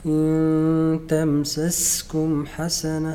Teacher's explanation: تظهر الصفير في السين الثانية أكثر من الأولى بلحظة بسيطة